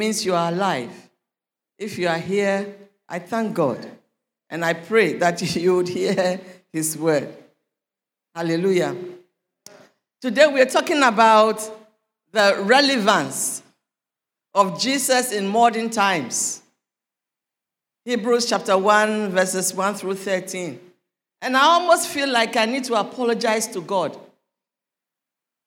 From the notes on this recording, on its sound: Sermon preached at CBC Shiashie Campus